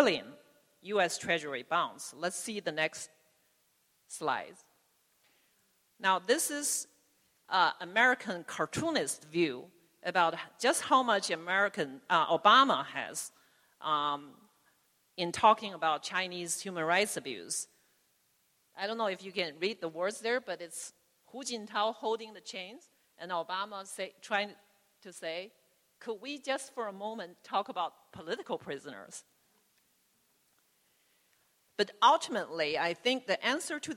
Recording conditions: large echoing room